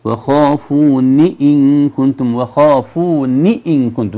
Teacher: ليست ممدودة ولا مثبتة الياء، لا في الكتابة ولا في النطق. وخافوني إن كنتم، وخافوني إن كنتم، هكذا، يعني النون فقط متحركة بالكسر. · Term: محذوفة الياء